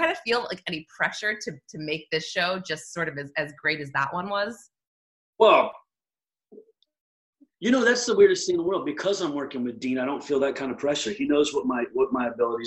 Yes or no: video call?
yes